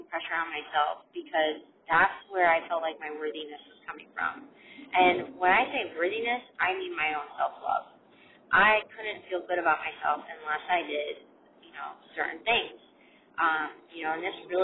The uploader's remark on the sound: Recorded for you this short and sweet and imperfect episode in my car.